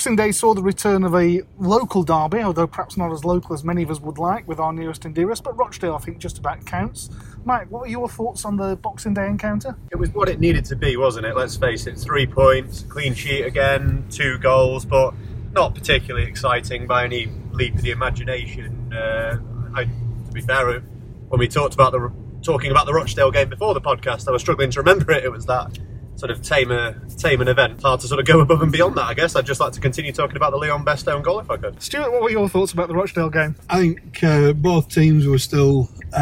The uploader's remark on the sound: The pod squad records in the car on the way to Rotherham.